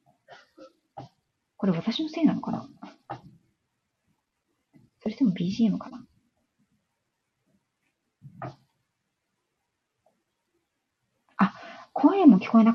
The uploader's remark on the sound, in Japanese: 今朝はライブの状態が不安定で、 音声やBGMが聞こえづらく申し訳ございませんでした